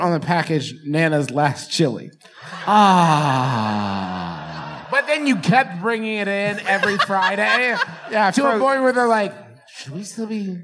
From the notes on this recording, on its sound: For one thing, it’s a live show, which is a strange thing to listen to. For another thing, it’s a selection of bits from two different performances aboard the JoCo Cruise, so it’s a little patchwork-y and disjointed.